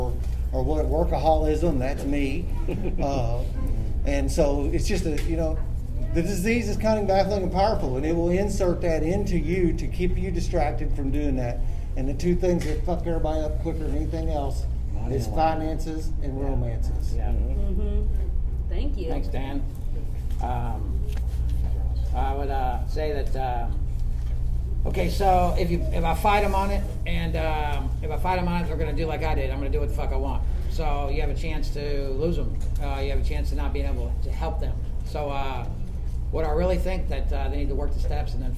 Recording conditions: busy venue